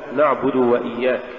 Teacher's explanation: عدم بيان الضمة إذا جاء بعدها واو، مثال ذلك نعبد وإياك.